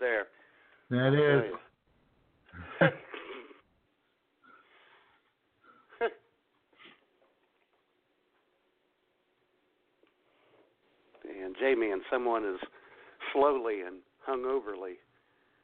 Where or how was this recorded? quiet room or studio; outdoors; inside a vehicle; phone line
phone line